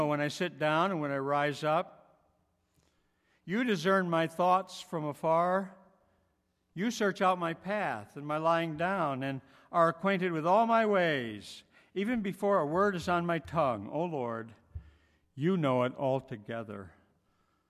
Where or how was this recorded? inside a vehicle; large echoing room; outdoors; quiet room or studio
large echoing room